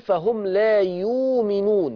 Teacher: يبدل الهمزة دي واو يؤمنون